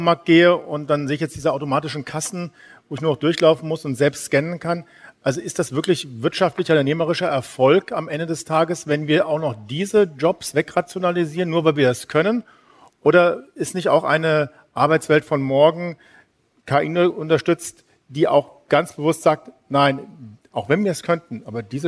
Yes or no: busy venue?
yes